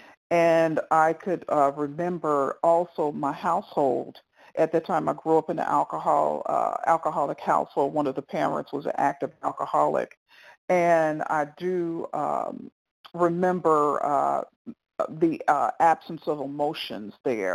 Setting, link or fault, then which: link, phone line